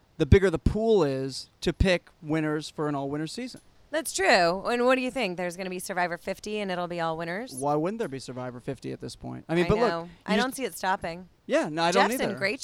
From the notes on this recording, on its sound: On the set of Survivor: San Juan Del Sur in Nicaragua. Broadcasting on location from the set of Survivor in Nicaragua.